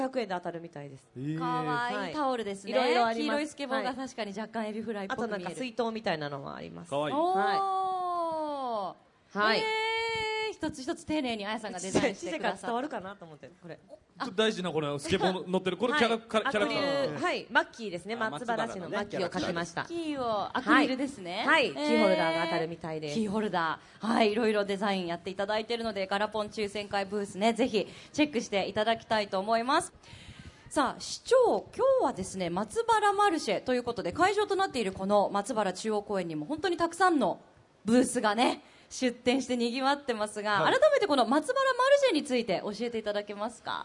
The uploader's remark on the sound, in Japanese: 大阪・松原市で行われた公開録音（前半）の模様